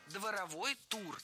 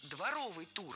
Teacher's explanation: На самом деле должен быть дворовый тур. В прилагательном, образованном от существительного «двор», ударение падает на суффикс «ов», а окончание должно быть «ый», а не «ой». · Shown in: second take · Слово «дворовой» есть в русском языке, но это не прилагательное, а существительное.